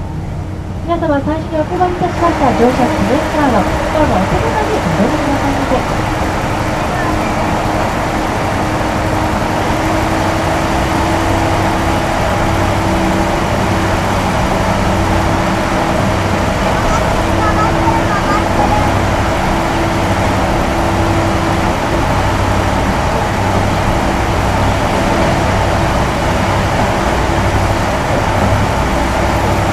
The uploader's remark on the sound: かつて豊肥本線を走っていた観光列車の「あそ1962」は乗車した2010年12月末をもって運転を終えました。 It was used by modifying the Kiha 58 type, which was running as a vehicle for express trains during the JNR era. The recording is the section from Tateno to Akamizu, which is famous for its 3-stage switchback. ZOOM H2.